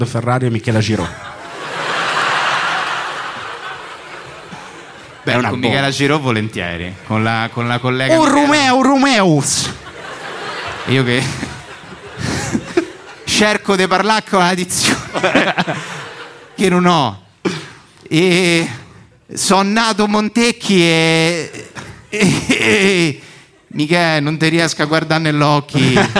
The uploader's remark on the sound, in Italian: In questo primo episodio live della terza stagione di Cachemire Podcast. Circondati dalle mura del teatro Franco Parenti di Milano.